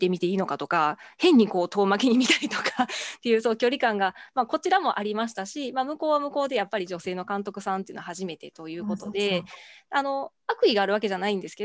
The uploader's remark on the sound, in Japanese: 収録場所： オンライン (Zoom)